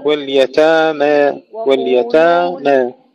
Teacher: التقليل للألف الثانية لا الأولى